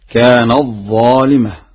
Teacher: قرأها ورش بإدغام التاء في الظاء